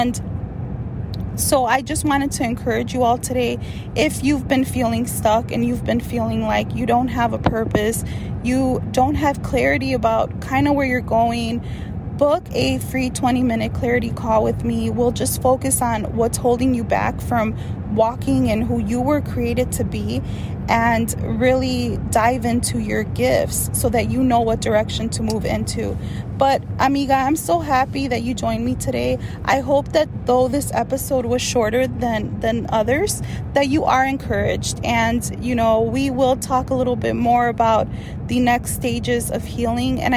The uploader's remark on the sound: This episode is a little different because I am coming straight to you from my car! Yes girl we are in the middle of this Texas storm and without power.